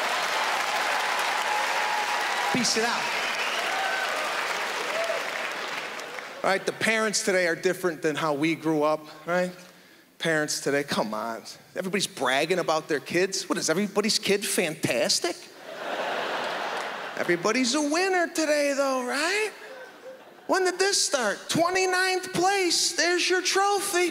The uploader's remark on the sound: took place at the Just for Laughs Festival in Montreal, Quebec, in 2011